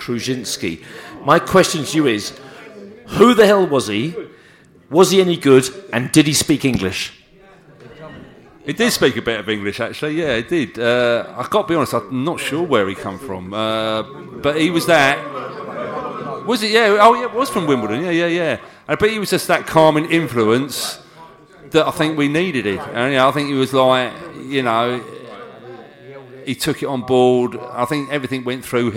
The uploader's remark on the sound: Together at the end of the session for a hilarious Q&A session with the fans in the house. At the fabulous Drayton Court Hotel in Ealing to see the season off in style at their end of season Pride of West London Bees-Up.